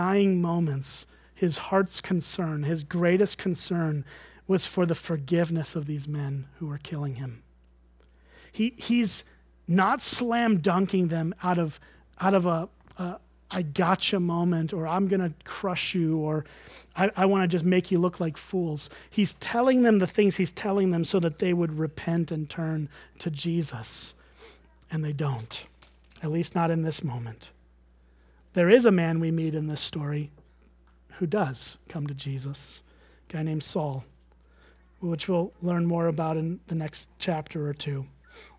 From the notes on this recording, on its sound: at Springbrook Church in Antigo, WI.